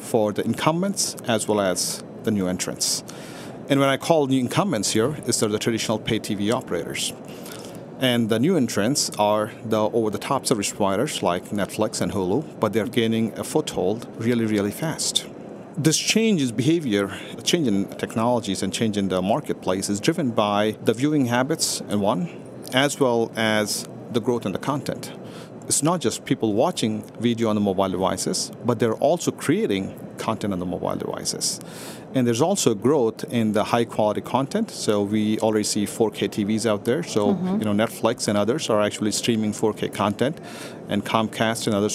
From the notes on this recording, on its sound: livecast from the National Association of Broadcasters conference in Las Vegas